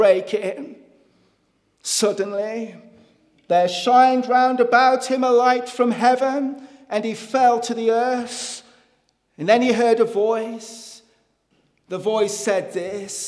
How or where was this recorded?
large echoing room